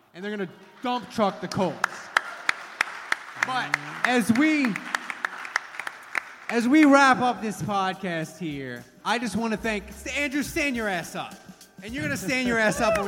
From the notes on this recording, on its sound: LIVE SHOW at Tracey's In Irish Channel. Saints Happy Hour did a live show at Tracey's! Basically had a blast with a live audience.